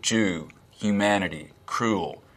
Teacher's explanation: Tennessee accents and Southern accents in general have something called goose fronting